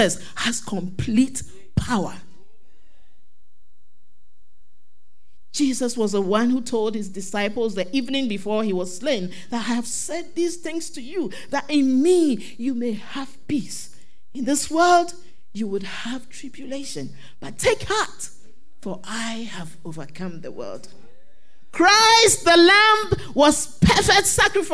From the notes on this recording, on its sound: Sermon preached at CBC Shiashie Campus